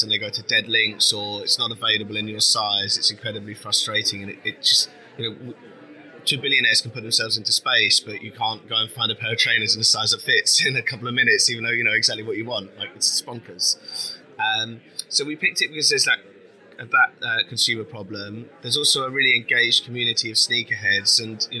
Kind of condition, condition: setting, busy venue